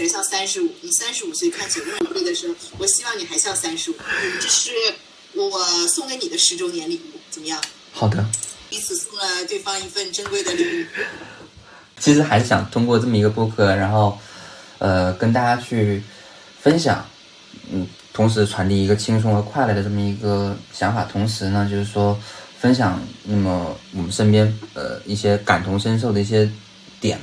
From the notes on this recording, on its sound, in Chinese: 那天我居然没有用腾讯会议去录而是用了手机去录。